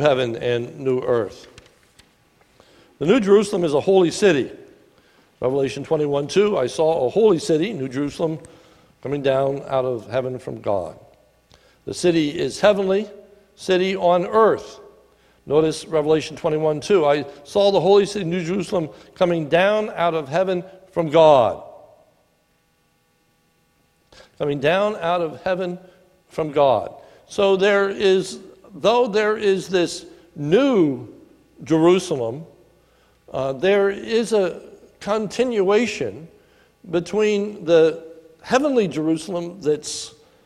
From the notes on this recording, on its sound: a sermon recorded at the Lebanon Bible Fellowship Church in Lebanon, Pa on 9/22/19 during the evening service